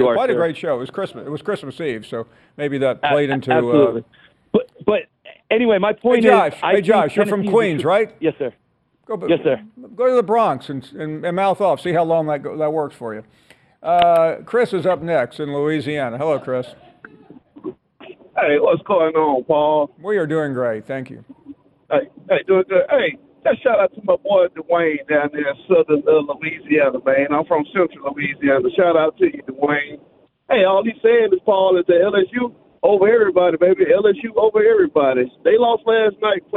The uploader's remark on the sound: we go to the phones